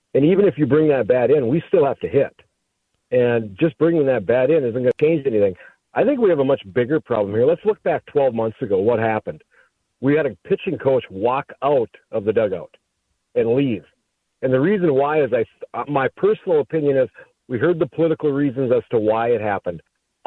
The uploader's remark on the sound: Opens up the phone lines to let listeners vent their frustrations.